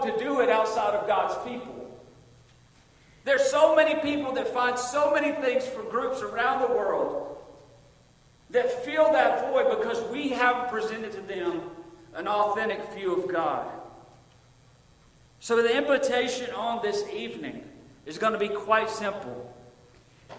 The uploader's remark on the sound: Recorded Sunday Evening, August 28, 2022 at Friendship Baptist Church.